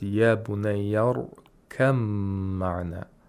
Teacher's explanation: The ba merges into the meme, and also the meme has ghunna due to the tashdeed. · Term: idgham of mutaqaribain